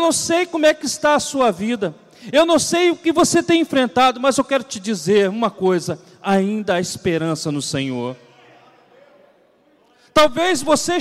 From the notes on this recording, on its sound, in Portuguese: CULTO DE LOUVOR E PALAVRA AO VIVO